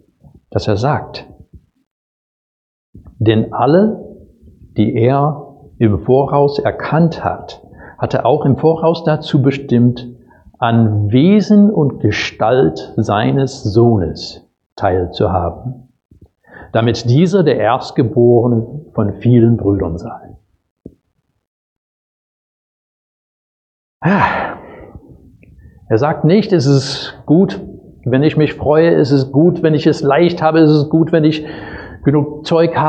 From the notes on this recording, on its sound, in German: Predigt aus dem Gottesdienst